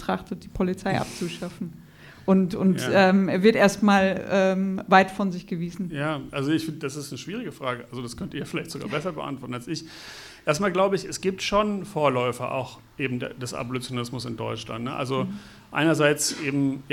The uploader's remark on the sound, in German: Buchvorstellung und Gespräch. Mitschnitt der Veranstaltung vom 18. In leicht gekürzter Form.